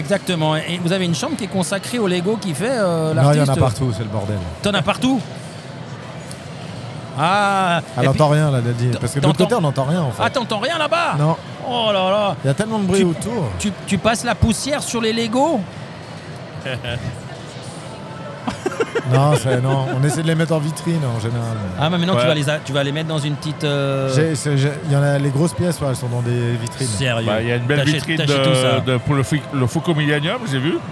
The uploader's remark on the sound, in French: Une émission spéciale en direct du salon Passion Football